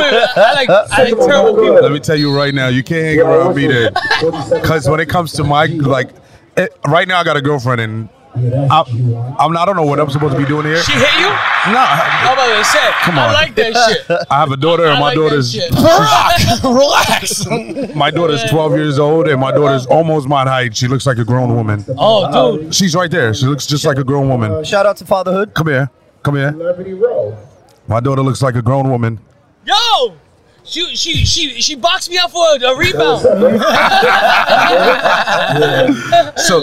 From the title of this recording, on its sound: LIVE from Rucker Park